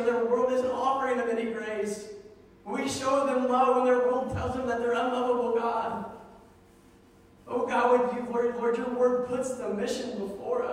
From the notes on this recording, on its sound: Sermon was preached December 1, 2019 at Meadville Church of the Nazarene